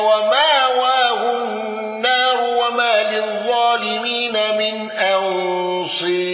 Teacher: أبو عمرو بالإبدال والإمالة